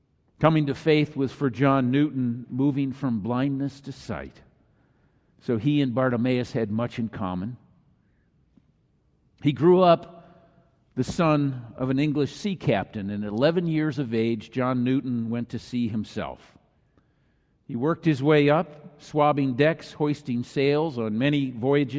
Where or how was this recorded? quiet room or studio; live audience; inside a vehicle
live audience